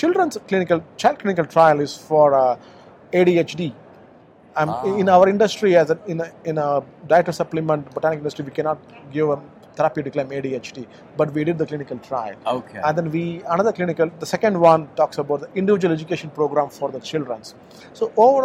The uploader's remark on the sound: Live from SupplySide West